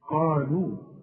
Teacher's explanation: القاف دي اعلى درجات التفخيم اللي بعدها الف، قالوا ورقق قوي اللام اللي بعدها قالوا.